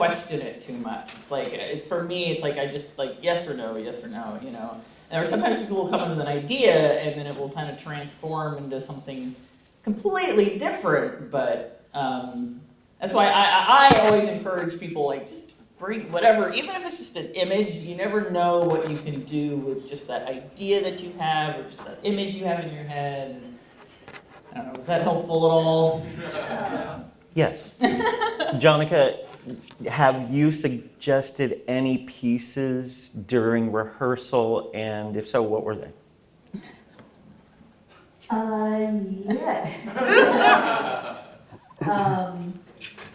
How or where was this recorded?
live audience